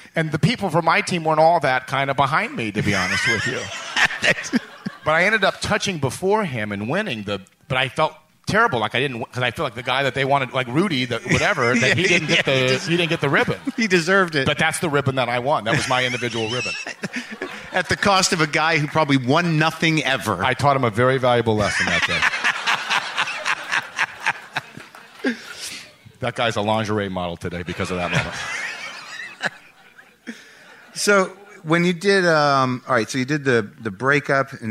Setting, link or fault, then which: setting, live audience